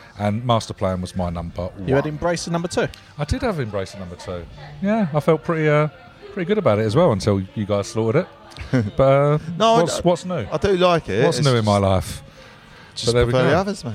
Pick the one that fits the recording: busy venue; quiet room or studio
busy venue